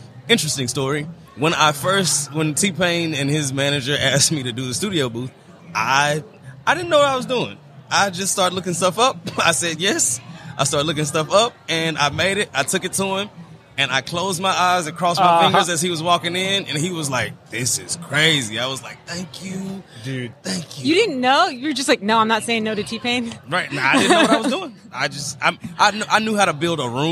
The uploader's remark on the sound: LIVE from WORKBENCHcon 2022